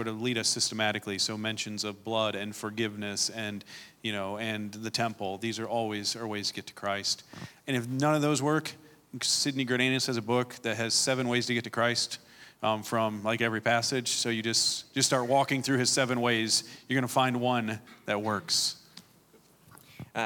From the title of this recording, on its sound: Speaker Panel and Q&A from Scotland Conference (LIVE)